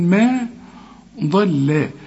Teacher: الضاد هي المفخمة والميم واللام هنرققهم